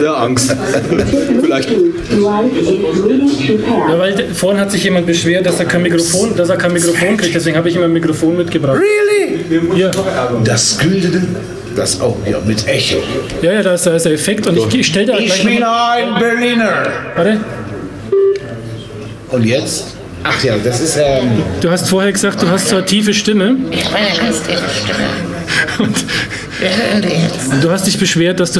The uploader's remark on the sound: Live at Hemingway Hof. Live und ungeschönt geben wir uns der desolaten Sonntagabendverachtung beim Lesefest DIE DUNKLE SEITE 2023 in Hof hin.